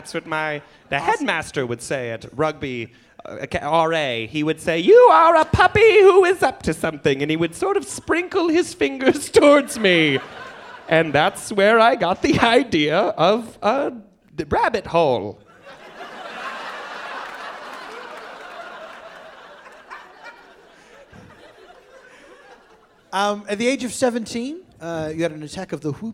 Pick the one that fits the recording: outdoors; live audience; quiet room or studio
live audience